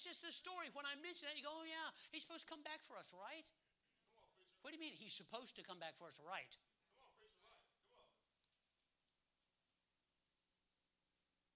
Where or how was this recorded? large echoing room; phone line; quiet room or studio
large echoing room